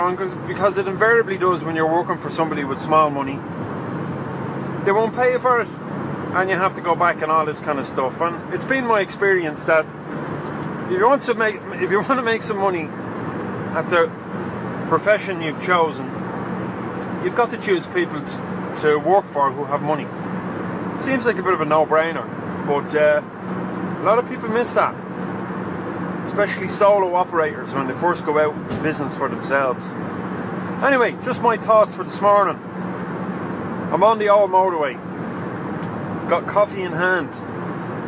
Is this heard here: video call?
no